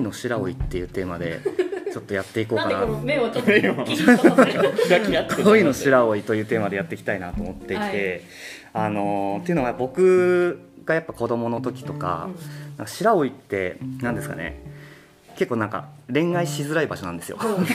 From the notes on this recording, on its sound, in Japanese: 初めては公開収録！公開収録スタイルで、4名のパーソナリティの自己紹介と企画発表をしました。